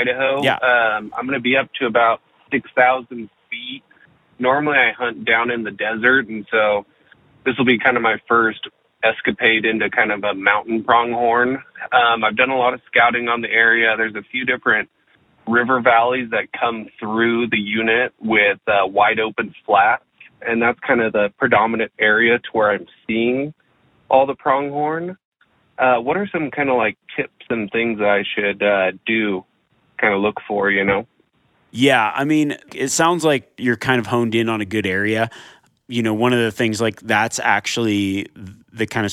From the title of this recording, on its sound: Live Call-in Q&A